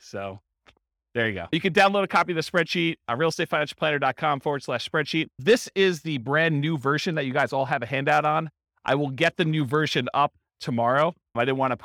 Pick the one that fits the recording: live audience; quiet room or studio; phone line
live audience